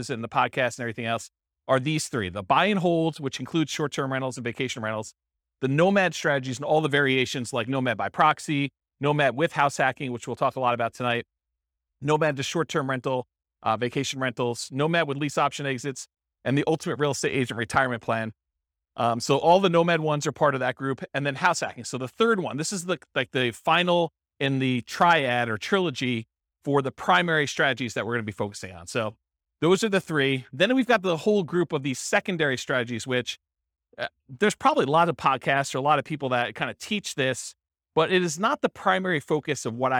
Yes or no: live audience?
yes